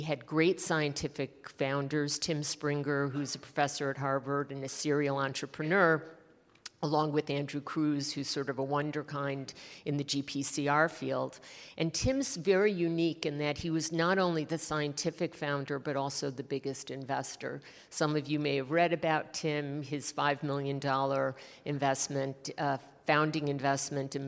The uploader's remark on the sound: In this fireside chat recorded at CMO Summit 2022.